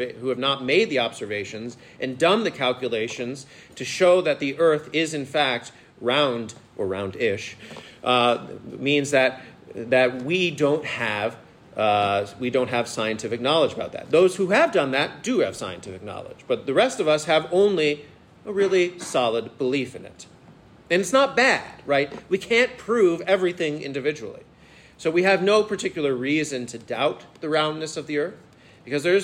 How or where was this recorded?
live audience